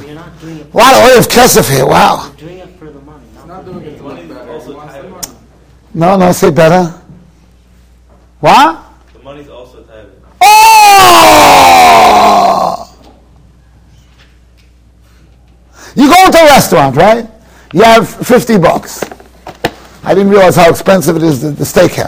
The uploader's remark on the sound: Shiur recorded in Yeshivas Ohr Reuven, Monsey, NY.